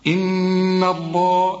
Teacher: هنا اللام بتاعت لفظ الجلالة مفخمة لكن الهاء مرققة